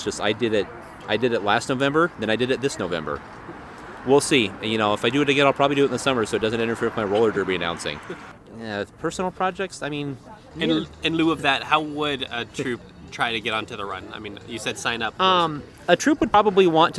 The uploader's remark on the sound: met me at Urban Beans to talk